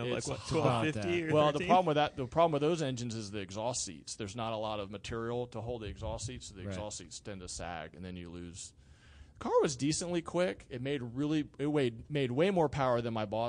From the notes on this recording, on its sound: Late at night during #GRIDLIFE Round 4 at Autobahn Country Club